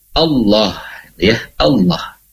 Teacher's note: kita menyebut nama lafaz Allah, berarti kita baca dengan tebal ya